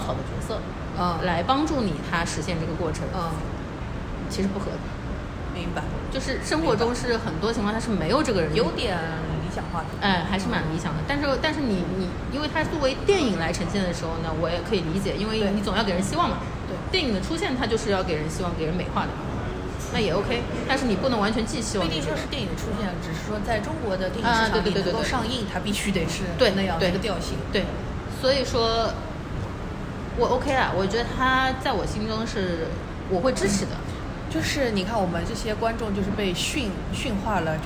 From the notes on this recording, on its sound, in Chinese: 我们在南丰城露台聊